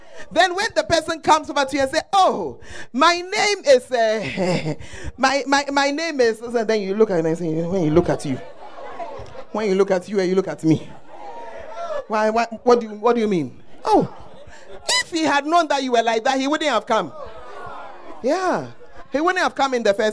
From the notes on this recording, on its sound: Preached At The First Love Center, Ayeduase.